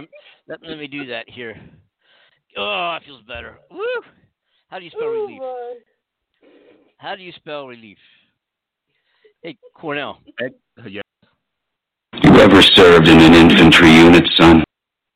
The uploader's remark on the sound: The only live call in talk show in the world co-hosted simultanioulsy aroud the globe.